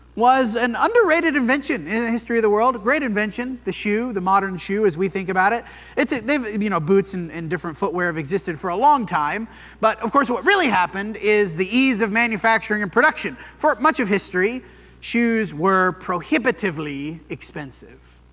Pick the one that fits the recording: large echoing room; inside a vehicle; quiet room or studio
large echoing room